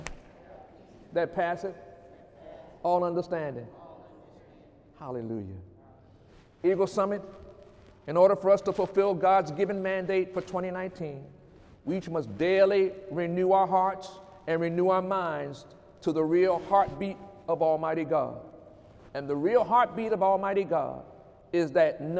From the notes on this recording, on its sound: During Sunday morning service on January 6, 2018